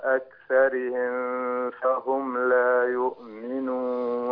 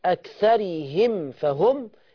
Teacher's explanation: الميم خلي بالك تظهرها، اوعى تروح منك مع الفاء